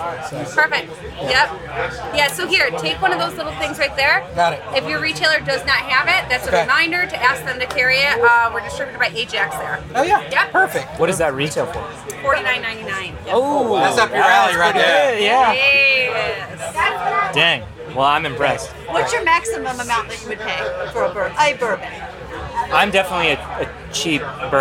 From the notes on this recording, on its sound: Whiskey + Rock takes you around behind the scenes at the 2023 Kentucky Bourbon Festival! From distiller interviews to exclusive tastings, to bagpipes and beyond, there's much to indulge in at this year's festivities.